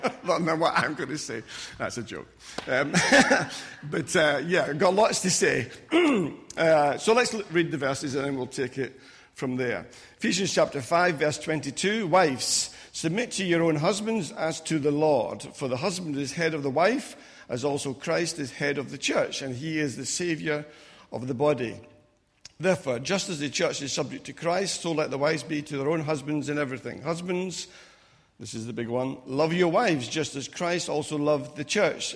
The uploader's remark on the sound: Recorded at freedomcentre church, Preston.